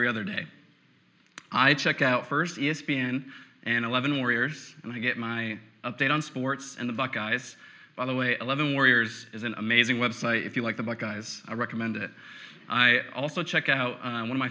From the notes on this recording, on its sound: preached on November 8, 2015 at Veritas East